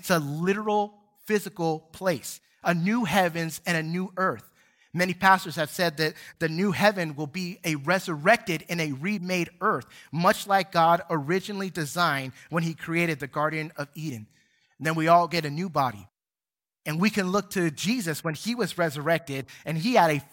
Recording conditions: large echoing room